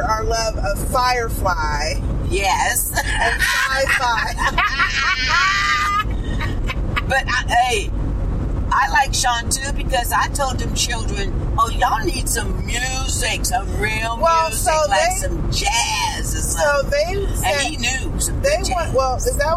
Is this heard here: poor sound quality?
yes